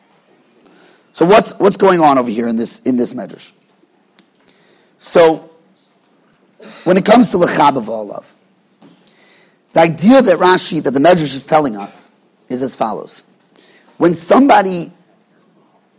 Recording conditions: large echoing room